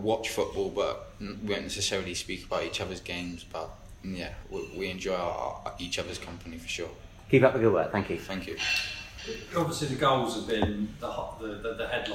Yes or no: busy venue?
yes